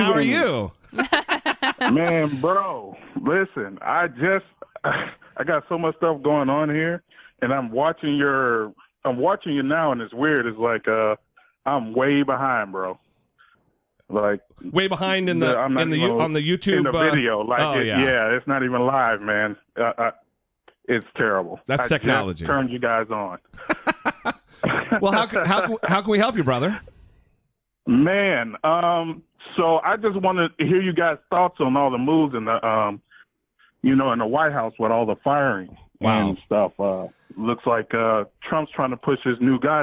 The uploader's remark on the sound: Call-in Episode